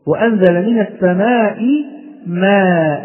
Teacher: إذا كانت الكلمة منونة بفتحتين فحال الوقف نقف بالألف، فحال الوقف نقف بالألف، ويسمى هذا بمد العوض